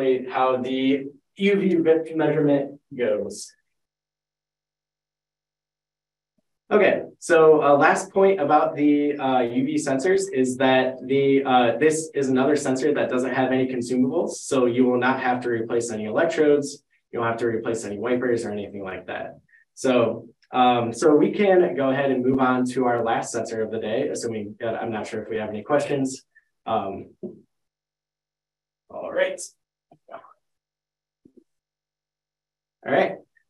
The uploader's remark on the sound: This live educational webinar will be 50 minutes with 10 minutes for Q&A.